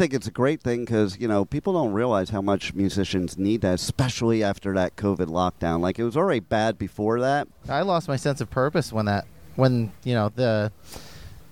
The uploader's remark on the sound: At the Welcome to Rockville festival. The iconic venue of the festival, the Daytona Speedway.